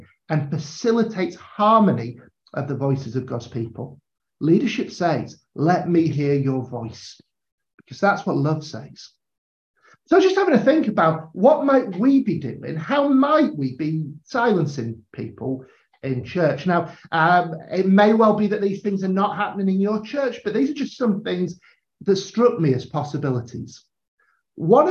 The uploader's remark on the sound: a live episode from a recent online training session